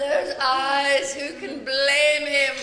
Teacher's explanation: some of the words, the syllables get drawn out, like the way you say eyes, blame, even teeth in this clip